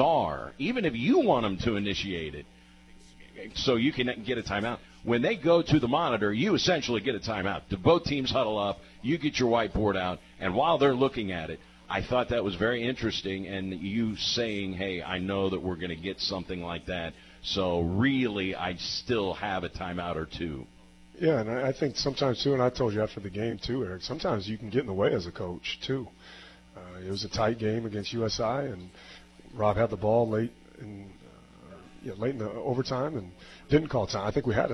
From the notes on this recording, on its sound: live from Wings etc!